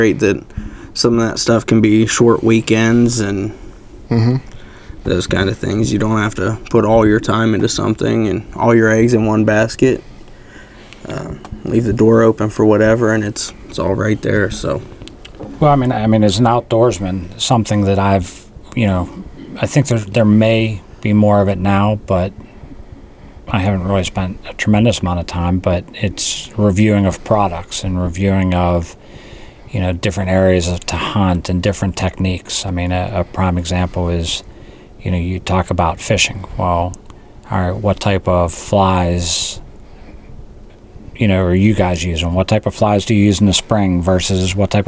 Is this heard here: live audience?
no